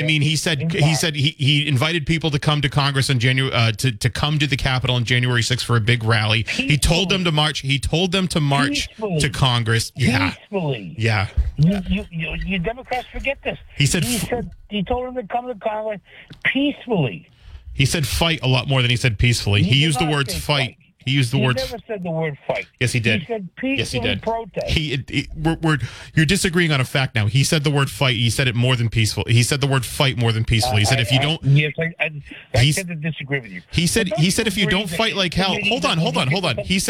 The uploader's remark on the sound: continues to take calls from the audience